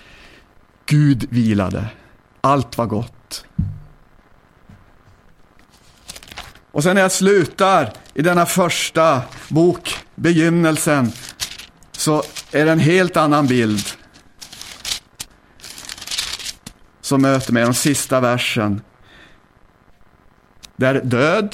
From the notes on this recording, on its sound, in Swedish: Inspelad 16 februari 2010 kl 19 på Bällsta Missionscenter.